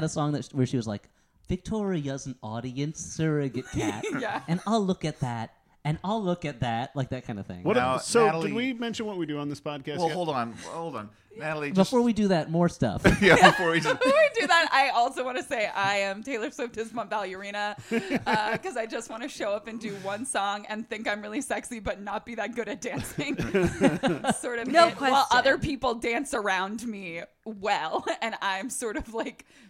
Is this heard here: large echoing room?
no